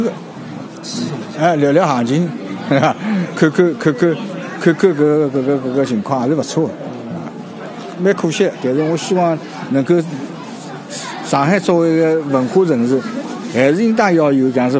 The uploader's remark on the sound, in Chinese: 文庙旧书市集。我去了一次文庙旧书市，录了现场的声音，采访了书友，也记录了现场的议论。